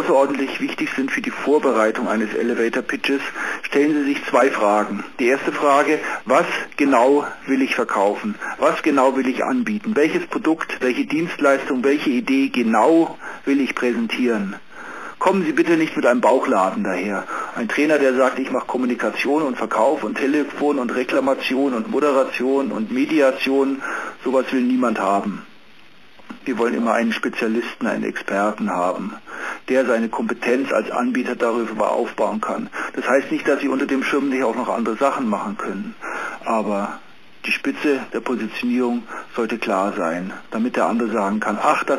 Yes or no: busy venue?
no